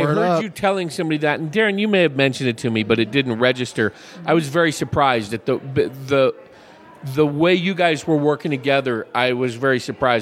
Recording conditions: busy venue